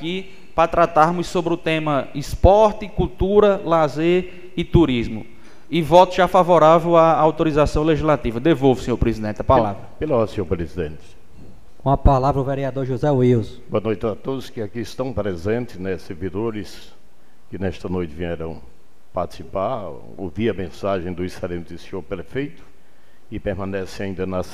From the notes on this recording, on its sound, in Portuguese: 02ª Sessão Ordinária de 2023 do Poder Legislativo do município de Jardim do Seridó/RN. Transmitido ao vivo no dia 06 de março de 2023, diretamente do Plenário Dr. Manoel de Medeiros Brito, anexo I da Câmara Municipal.